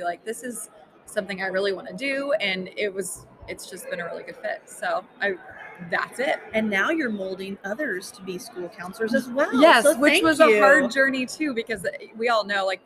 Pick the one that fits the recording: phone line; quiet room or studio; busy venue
busy venue